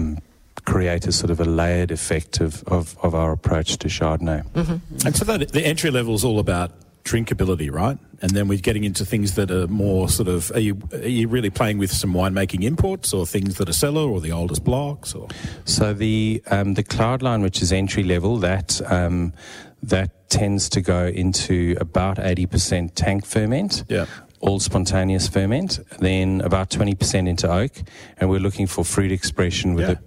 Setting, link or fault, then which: setting, busy venue